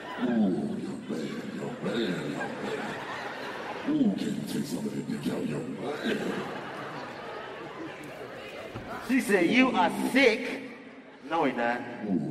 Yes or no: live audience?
yes